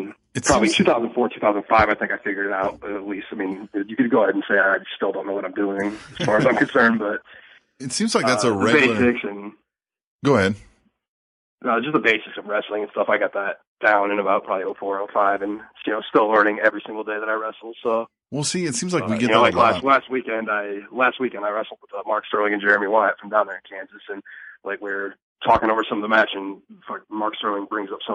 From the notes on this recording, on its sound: on the phone